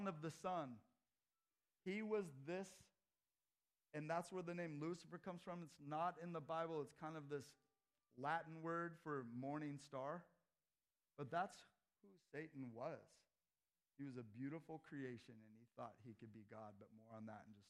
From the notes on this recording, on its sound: This sermon was preached at Crosswater Community Church in Sultan, WA